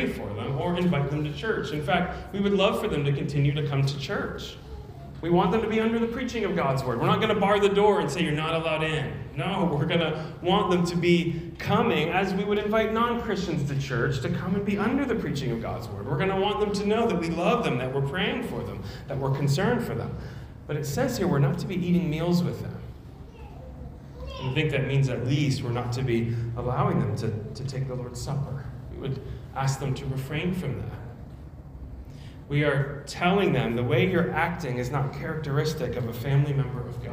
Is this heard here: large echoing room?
yes